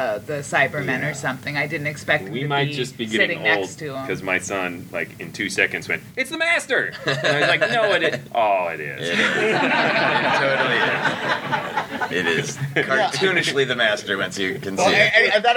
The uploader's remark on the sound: special podcast recorded at Convergence